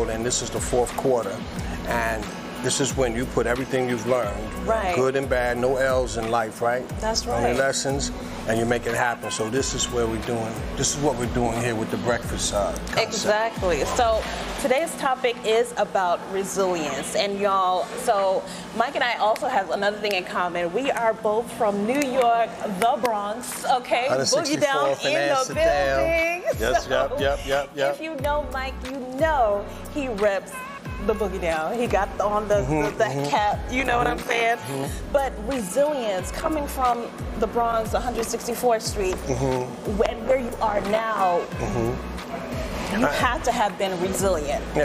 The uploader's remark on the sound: LIVE #special #edition of A Cup of Resilience #podcast on location at Grits & Eggs Breakfast Kitchen in Vinings, GA.